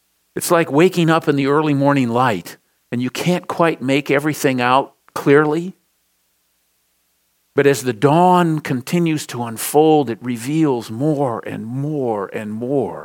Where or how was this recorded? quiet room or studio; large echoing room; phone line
large echoing room